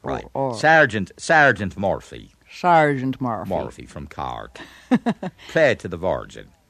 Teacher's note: in the Dublin dialect, it would have what are called retroflexed R's, which means take your tongue tip and curl it back.